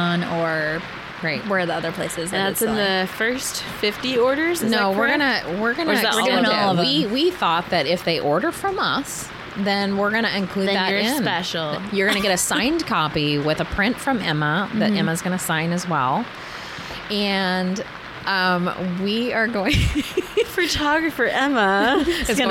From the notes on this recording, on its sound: done mind the crazy rain storm happening, we recorded this in the yurt so you can kind of hear everything.